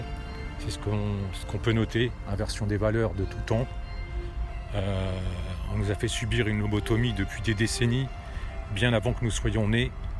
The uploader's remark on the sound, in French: Podcast partie 2 enregistré en extérieur.